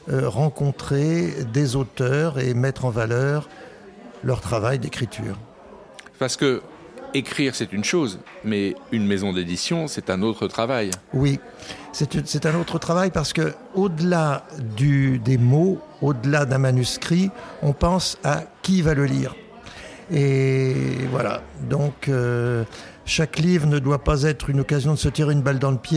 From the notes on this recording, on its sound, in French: Nous sommes le 18 septembre 2022 et assis à une table du bar le Clémenceau de Jard sur mer. Nous recevons des auteurs et des éditeurs qui participent à Escale Littéraire, le festival proposé par la communauté de commune Vendée Grand littoral.